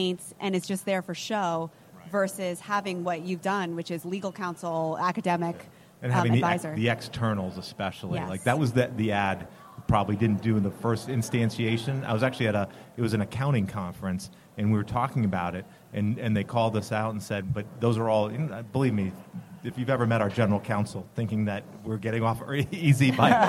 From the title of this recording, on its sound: LIVE from the HR Tech Conference